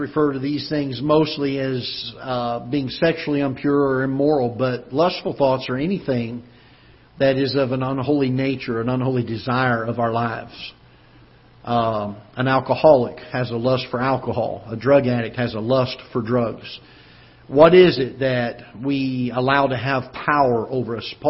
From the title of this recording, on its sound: Ketha Heights Baptist Church ~ Live Broadcast